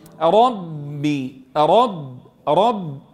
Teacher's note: تفخم الراء وترقق الباء